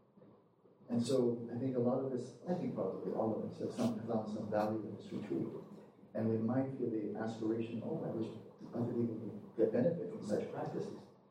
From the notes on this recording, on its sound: Due to multiple recording errors, this afternoon's podcast is an optimized recording from an iPhone. Because of this, it is difficult to hear clearly.